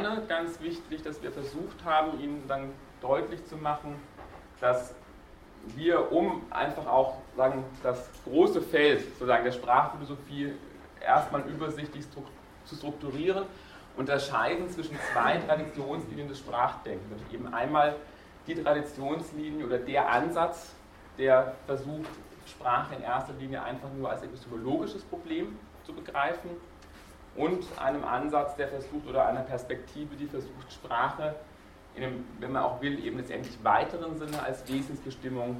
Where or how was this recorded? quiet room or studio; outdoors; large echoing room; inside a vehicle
large echoing room